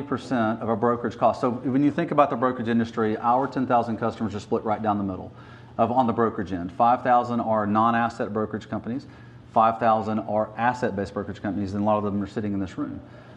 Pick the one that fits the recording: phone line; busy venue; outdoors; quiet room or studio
busy venue